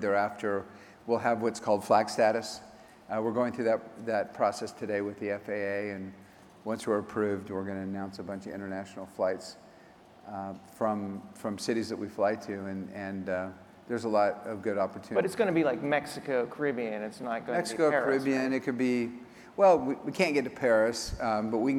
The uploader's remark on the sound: At the Skift Global Forum in New York this week. On stage.